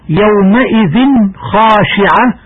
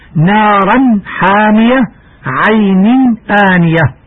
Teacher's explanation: التنوين والذي هو عبارة عن نون ساكنة كما في يومئذ خاشعة فقد ظهر عند حرف الخاء · Term: الإظهار